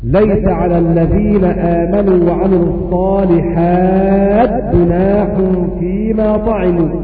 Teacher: أضغمنا التاء في الجيم